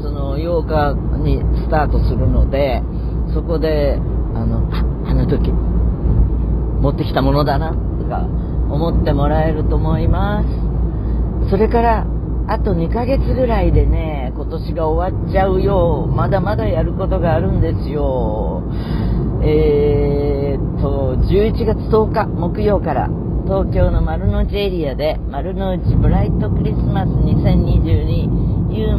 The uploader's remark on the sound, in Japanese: 八王子の実家へ向かう車の中からコンニチハ。